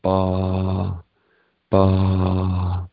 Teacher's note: It has an elongation in the first syllable, ba, ba. And then the re sound has that glottal stop at the end, like swallowing an A.